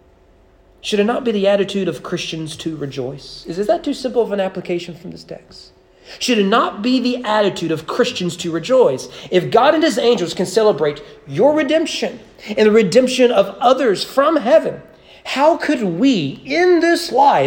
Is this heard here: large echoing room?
yes